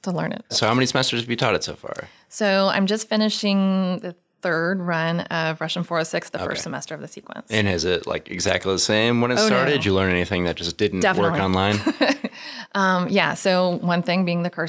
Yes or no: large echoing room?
no